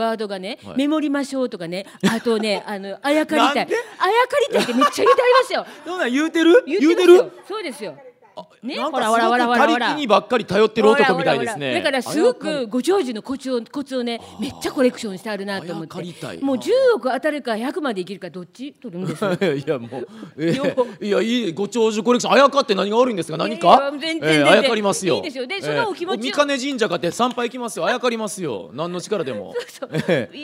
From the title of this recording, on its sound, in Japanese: 公開収録